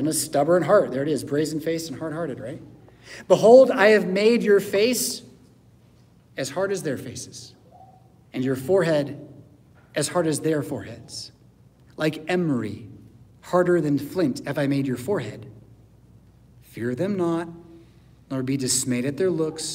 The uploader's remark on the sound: Preached at St Paul Lutheran Church , Rockford, Illinois on Sunday July 23rd, 2023.